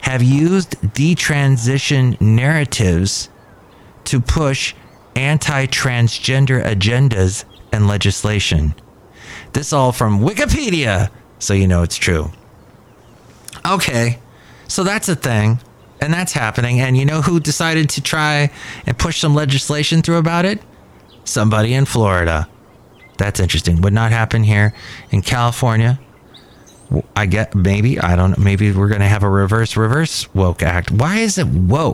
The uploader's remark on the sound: Podcasts live from Cafe Anyway.